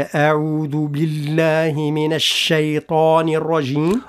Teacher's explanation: عند النطق بحرف الشين الهواء ينتشر داخل الفم في فراغ الفم. فنقول ومع ترقيق الهمزة والعين والذل كذلك: أعوذ بالله من الشيطان الرجيم. · Term: التفشي